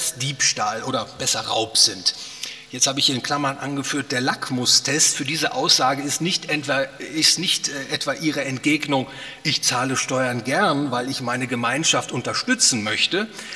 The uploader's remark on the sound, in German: aufgenommen auf dem Ludwig von Mises Seminar 2020